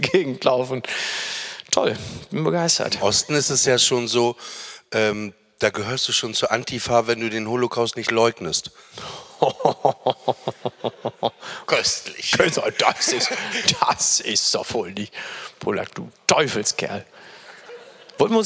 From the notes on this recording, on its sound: LIVE AUS HAMBURG. Live on Stage in Hamburg.